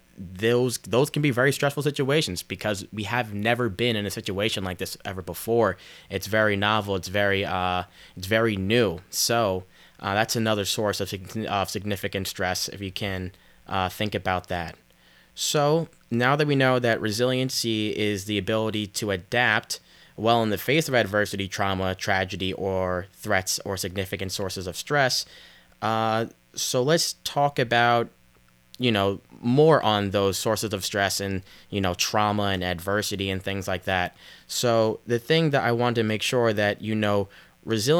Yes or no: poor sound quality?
no